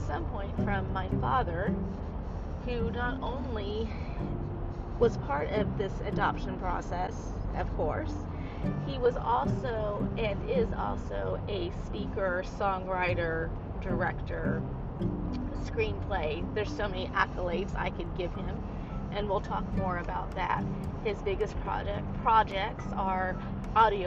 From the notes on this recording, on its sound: it is recorded on a drive so it has a little bit of an extra flair to it